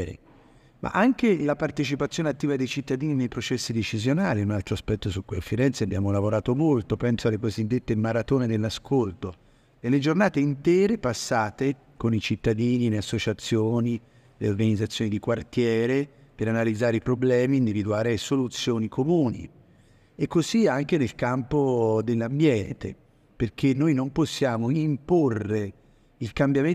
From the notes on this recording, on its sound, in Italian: Dal Festival nazionale dell'Economia civile di Firenze